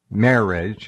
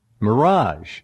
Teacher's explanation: Well, I've always said that marriage is a French word, marriage, and the accent is on the front syllable, and it's supposed to be on the last syllable